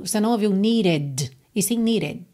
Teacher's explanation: Aqui em needed, você pode cantar com dois D's se quiser, needed, needed, or rarara no meio, que é o mais comum, needed, needed. O último D pode aparecer mais ou menos ou nada, né?